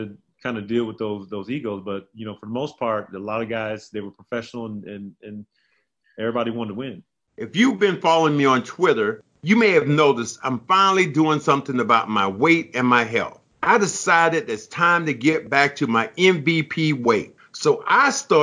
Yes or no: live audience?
no